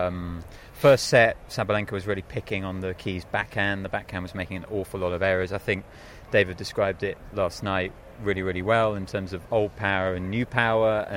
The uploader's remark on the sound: Live from Wimbledon.